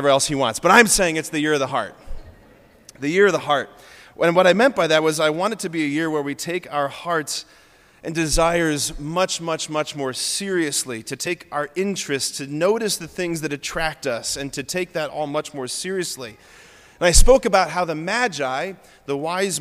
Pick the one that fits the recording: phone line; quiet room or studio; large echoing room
large echoing room